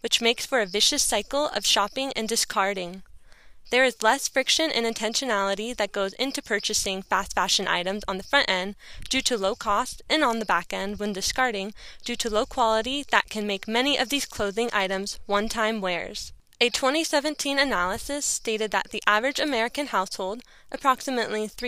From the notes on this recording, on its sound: in the Olympic National Forest in Washington State to record this podcast